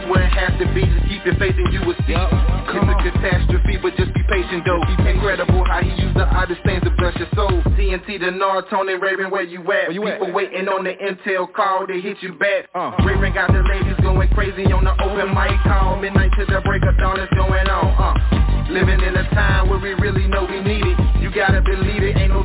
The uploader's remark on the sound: TNTSuperfantastic Conference Call